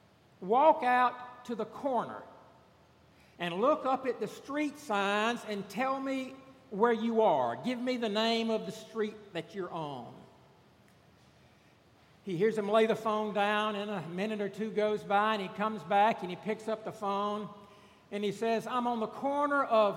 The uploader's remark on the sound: This past Sunday, September 8 at Redeemer Presbyterian Church in Charleston, SC